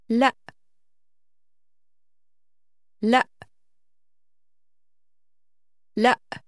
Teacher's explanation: The abrupt stop at the end of the word is a glottal stop, which you will hear quite frequently in Arabic.